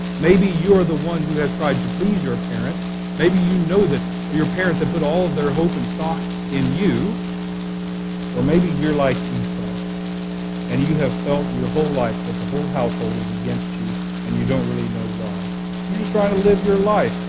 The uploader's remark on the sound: We apologize for the poor quality audio.